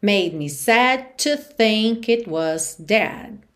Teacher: sad to, você junta num som só